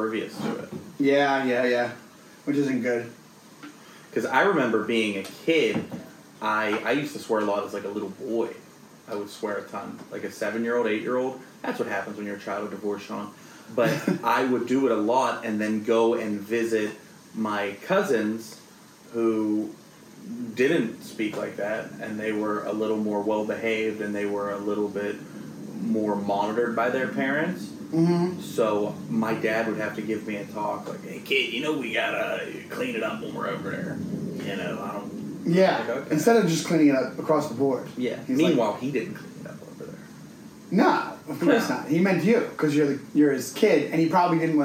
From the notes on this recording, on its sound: Some sound issues